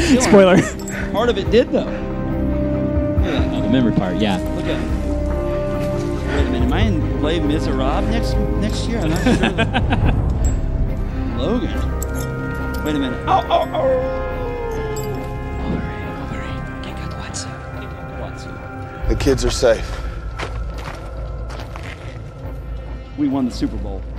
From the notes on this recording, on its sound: LIVE from their panel at Louisville Supercon 2018